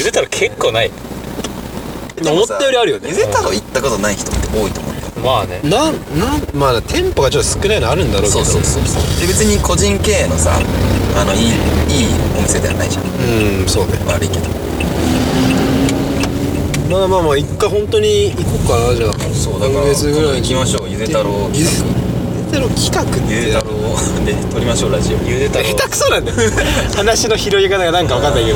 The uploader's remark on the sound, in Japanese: 車内のため少し音声が悪くなっております。